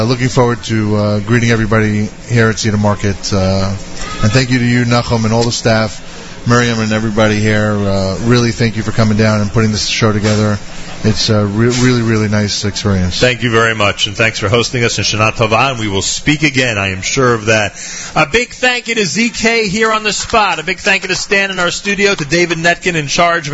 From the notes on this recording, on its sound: LIVE from Cedar Market in Teaneck, NJ.